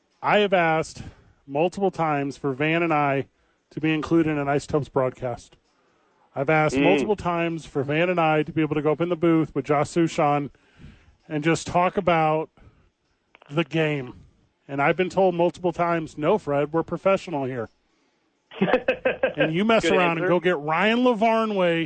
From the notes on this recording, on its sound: Live from ABQ AXE.